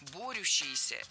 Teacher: Борящиеся – неверно, причем в этом слове сразу две ошибки. Во-первых, ударение должно падать на первый слог. Во-вторых, в этом слове суффикс «ющ», а не «ящ».